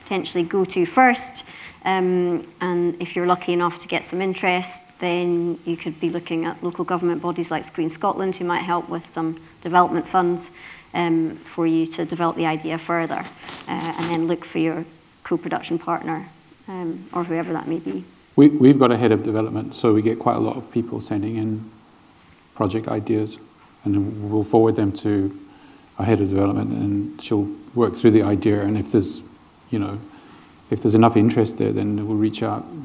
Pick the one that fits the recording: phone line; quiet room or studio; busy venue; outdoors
busy venue